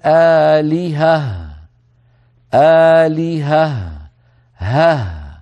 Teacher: فنبين الهاء الأولى المفتوحة والهاء الثانية الساكنة